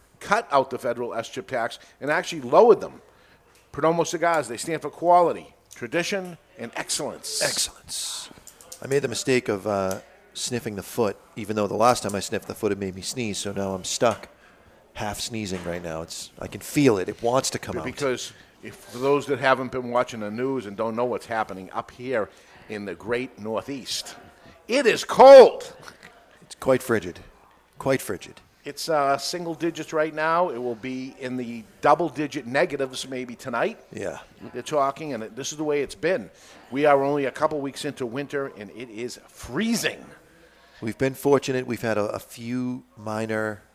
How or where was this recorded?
live audience